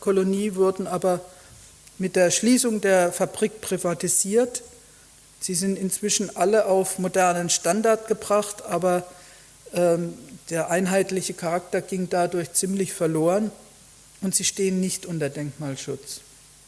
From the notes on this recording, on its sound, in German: Vortrag in der Abendakademie Mannheim